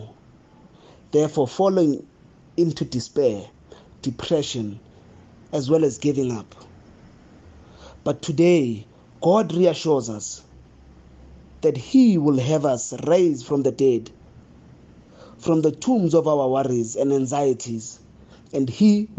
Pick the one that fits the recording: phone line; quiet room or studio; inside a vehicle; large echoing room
large echoing room